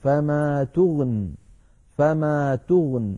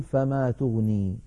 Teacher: لكن لما نصلها بالنذر نقول تغني النذر فتسقط الياء لفظا · Shown in: first take · وكذلك سقطت خطا على نية الوصل، فكتبت في المصحف الشريف من غير ياء في آخر تغني، فلو وقفنا عليها اضطرارا أو اختبارا نقف فما تغن فما تغن، ولا نقول فما تغني على رواية حفص كما أسلفنا.